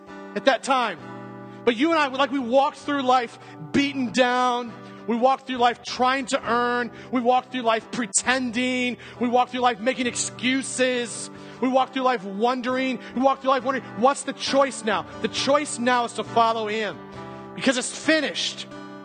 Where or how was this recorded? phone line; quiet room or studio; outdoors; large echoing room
large echoing room